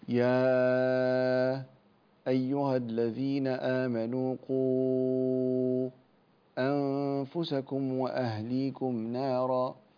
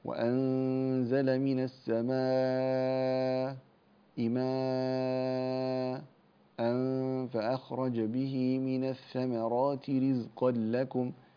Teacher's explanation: عند حمزة من طريق الطيبة هو يقف على المدود يسكت على المد · Term: السكت على المد